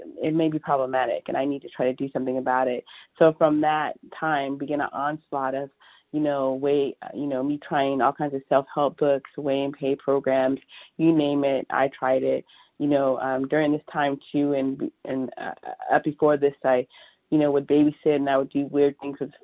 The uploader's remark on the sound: 100 Pounders Phone Meeting